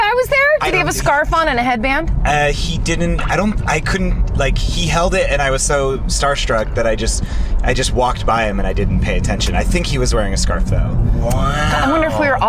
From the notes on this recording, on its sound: all while driving!